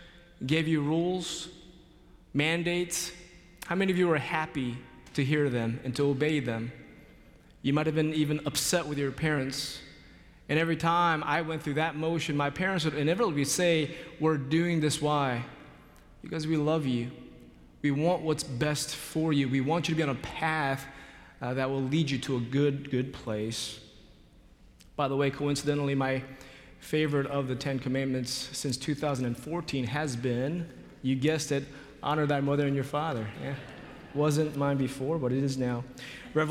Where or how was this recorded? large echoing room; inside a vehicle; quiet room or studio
large echoing room